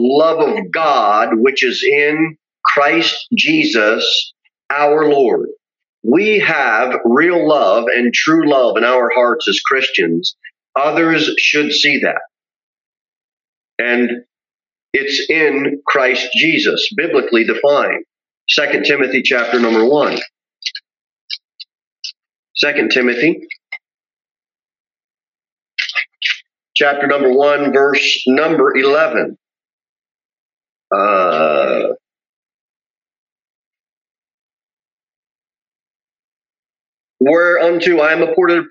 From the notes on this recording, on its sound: Sermon delivered at Pilgrim Baptist Church